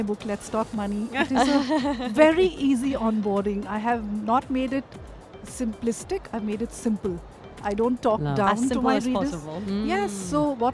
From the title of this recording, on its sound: Live from SIBF 2023